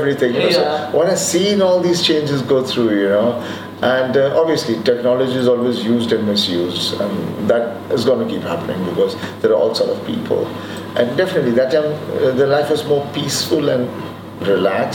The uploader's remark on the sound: as he comes off stage at Mirchi Festival in Amsterdam